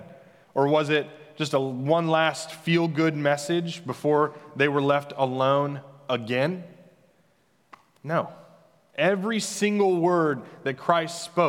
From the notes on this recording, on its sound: Senior Recognition Sunday at The Fellowship at Two Rivers. Recorded live on Sunday, May 23, 2021.